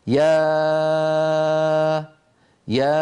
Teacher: تخرج الألف بانفتاح الفم، ويكون اللسان في وضع الراحة مع اهتزاز الأوتار الصوتية في الحنجرة. يعني لما يقول أحدنا مثلا يا يا الآن، فمي مفتوح، اللسان في وضع الراحة، ليس له وضعية يعني خاصة.